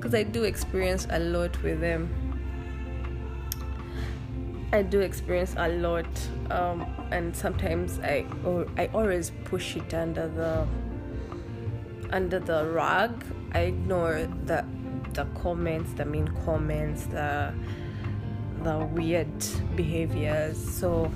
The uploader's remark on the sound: forgive me for the background noises my siblings don’t know how serious my podcast is